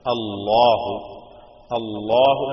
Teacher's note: ലാമിന് തഫ്ഹീം വരുമ്പോ ലോ എന്ന ശബ്ദം വരും. അല്ലാഹു, അല്ലാഹു എന്ന പദത്തിൽ മാത്രമേ തഫ്ഹീം കൊടുത്തുകൊണ്ട് നമ്മുടെ ഹഫ്സന്റെ റിവായത്ത് അനുസരിച്ച് നമ്മൾ പറയുന്നുള്ളൂ.